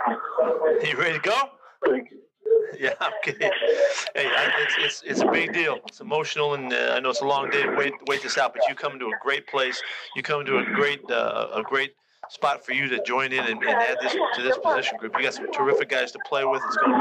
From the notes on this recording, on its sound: Through their various press conferences and phone calls from draft weekend.